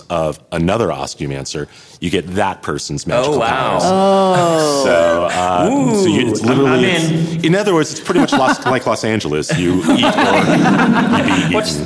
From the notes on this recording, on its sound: Joined us at Phoenix Comic Con for a live-audience Q&A session about Elemental Relationship writing. This episode was recorded live at Phoenix Comic-Con.